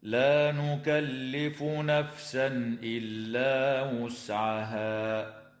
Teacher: التنوين في قوله تعالى نفسا إلا، حكمه الإظهار الحلقي عند الهمزة